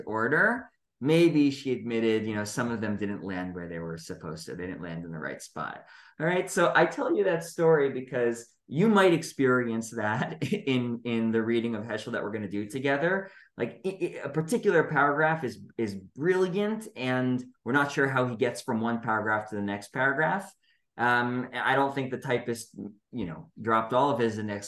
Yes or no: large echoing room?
no